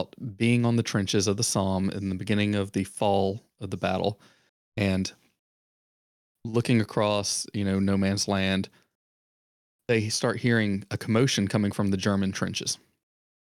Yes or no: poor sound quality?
no